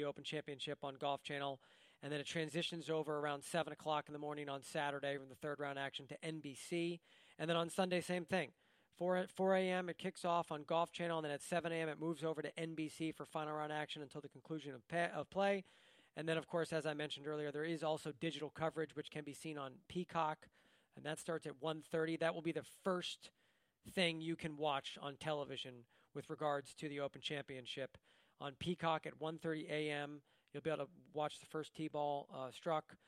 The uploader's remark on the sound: broadcasts live from the 149th Open Championship